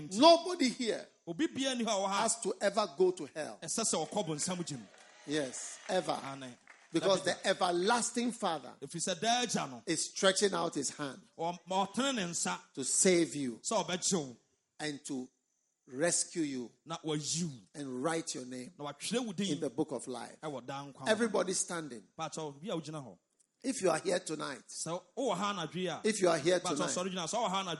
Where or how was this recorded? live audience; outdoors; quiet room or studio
live audience